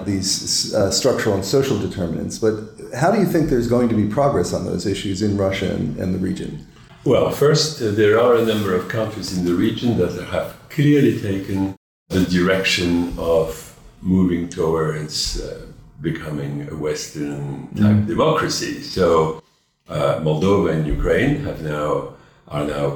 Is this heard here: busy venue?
yes